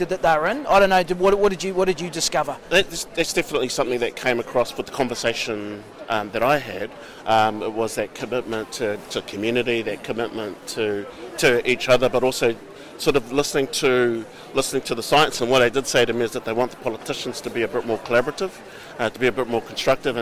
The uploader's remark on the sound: Live at Fieldays.